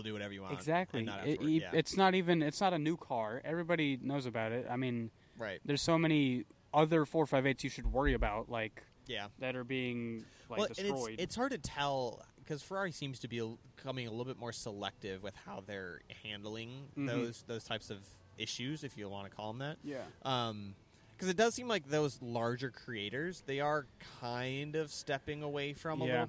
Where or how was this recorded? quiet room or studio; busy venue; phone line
busy venue